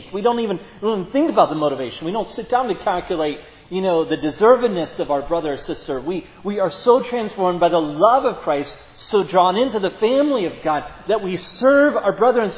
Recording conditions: large echoing room